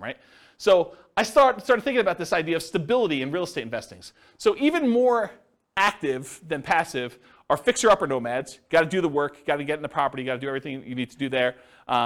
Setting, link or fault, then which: setting, live audience